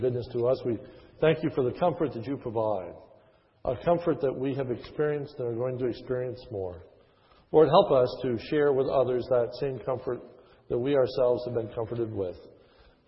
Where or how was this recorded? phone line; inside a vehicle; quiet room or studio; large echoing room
large echoing room